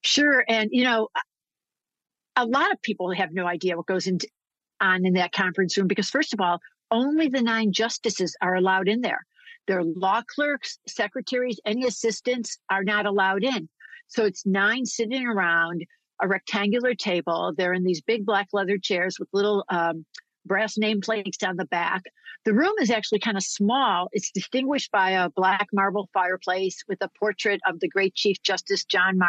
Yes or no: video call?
yes